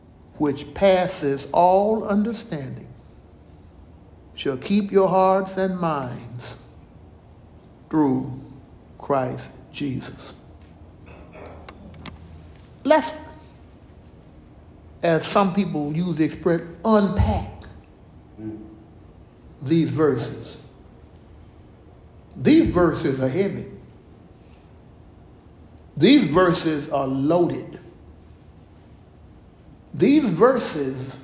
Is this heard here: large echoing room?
yes